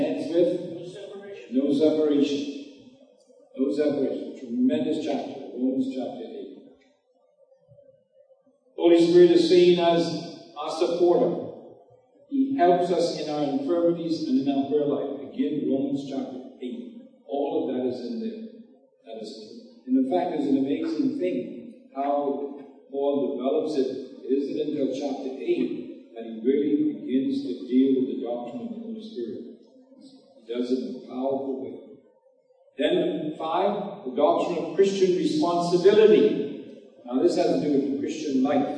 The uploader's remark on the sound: Note there are some Audio Issues with this recording